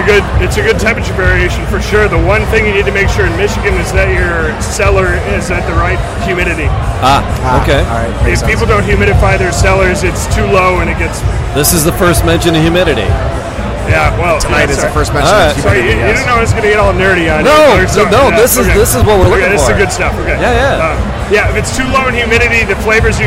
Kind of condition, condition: setting, busy venue